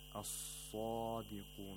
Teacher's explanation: The sad has the highest level of tafkhim because it has an alif al-mad and it's a letter of isti'la.